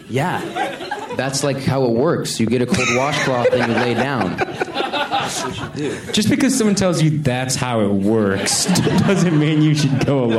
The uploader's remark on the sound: For a Q&A after a showing at the Landmark Theater in L.A.